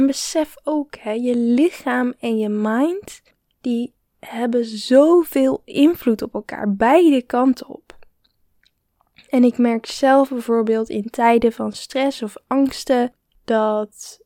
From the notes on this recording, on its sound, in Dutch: Ik hoop dat de audiokwaliteit goed is, het waaide nogal hard! Ook ben ik verkouden geweest, dus mijn stem is nog niet 100% de oude.